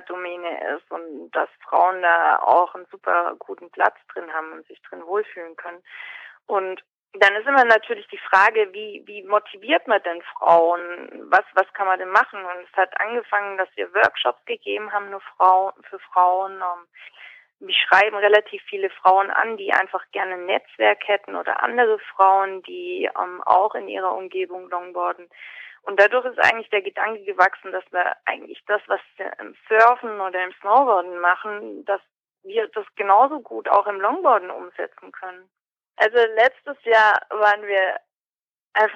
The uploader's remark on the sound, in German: spricht im Telefongespräch